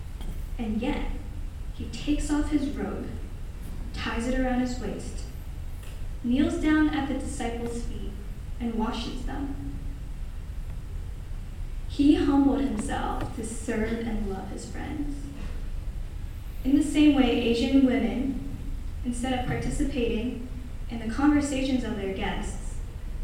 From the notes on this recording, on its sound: Presented this talk at the Q Union Conference on November 8th, 2018. This event was a collaborative event between lots of campus ministries at W&M.